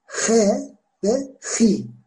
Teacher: İnce ünlüler önünde h ve hi böyle hafif gırtlığa doğru kazıyarak orayı biraz Arapçadaki h harfi gibi h ve hi sesi veriyor